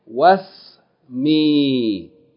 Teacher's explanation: You're joining the waw, the fatta of the waw, to the seen with sukoon, as though the alif of hamzatul wasl is not there.